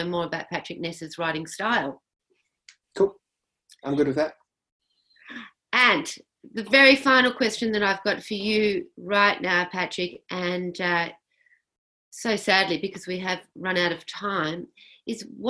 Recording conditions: video call